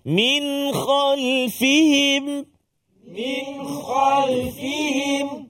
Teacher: nun mati bertemu dengan kha izhar halqi. Jelaskan bacaan kita.